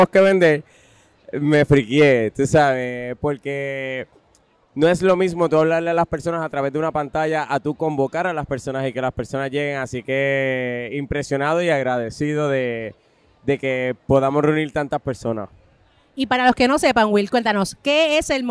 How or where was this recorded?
busy venue